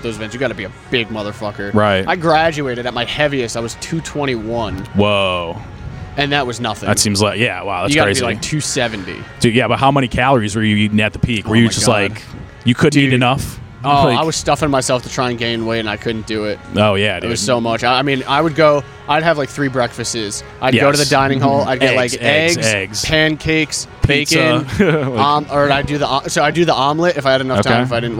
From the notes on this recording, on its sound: recorded outside the free comedy showcase at Max's Taphouse August 28th, 2022